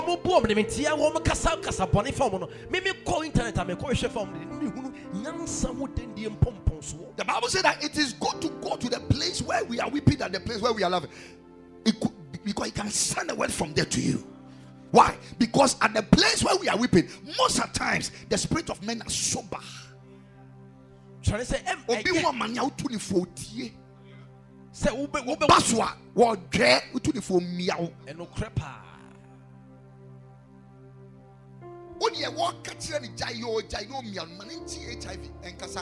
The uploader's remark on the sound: Preached at the Ekklesia Chapel.